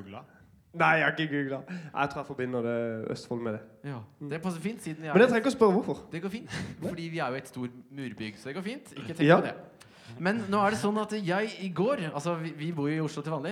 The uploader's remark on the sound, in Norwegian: Liveopptak fra Glow-festivalen 2020